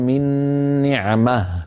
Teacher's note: فإن وقفوا قالوا من نعمة فيقفون بالهاء